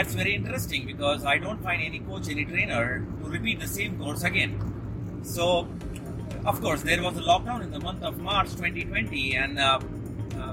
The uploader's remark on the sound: Special solo podcast on the move- this one was quick and random done while driving car.